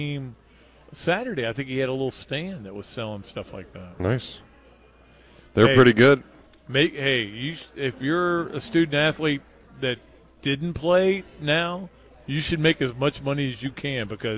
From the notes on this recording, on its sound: live from the Gainesville Hilton